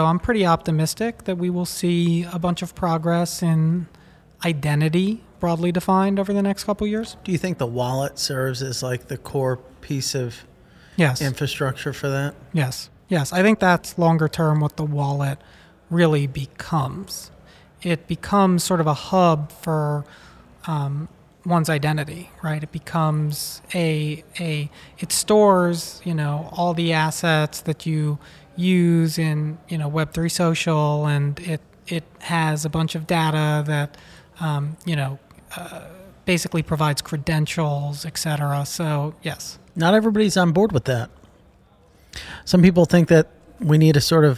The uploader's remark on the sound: recorded at Messari Mainnet 2022